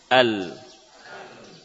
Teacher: lam sukun mempertemukan tepi lidah depan dengan gusi